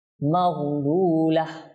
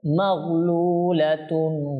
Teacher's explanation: যেমন মাগলুলাতুন গুল্লাত, যদি মিলিয়ে পড়ি আর যদি এখানে আমরা ওয়াকফ করি তাহলে হা হয়ে যাবে · Shown in: first take